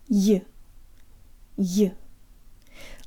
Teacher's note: the last syllable sounds like a schwa with a Y sound on the front.